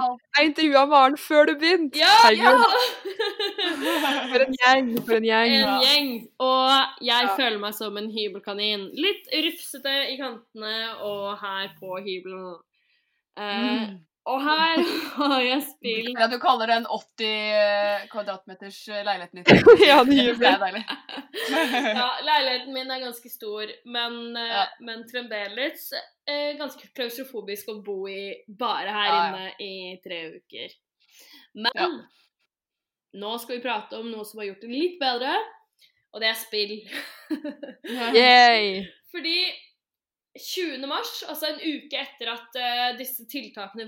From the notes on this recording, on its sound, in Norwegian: vi innser også at lyden er for dårlig for lufta